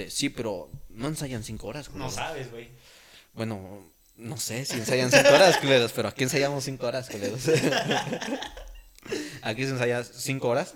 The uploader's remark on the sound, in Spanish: perdonen el eco del audio